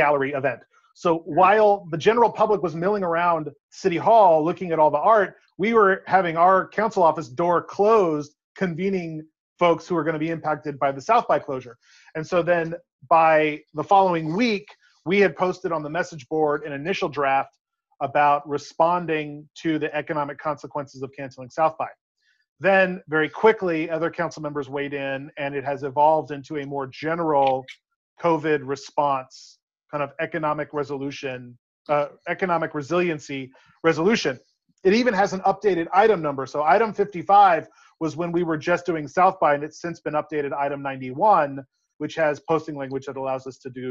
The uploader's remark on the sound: This episode was recorded remotely.